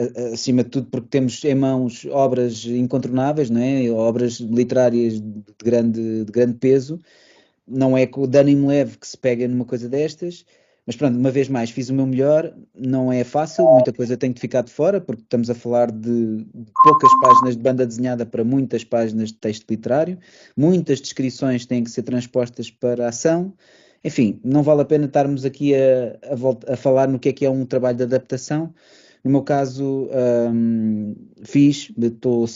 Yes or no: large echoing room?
no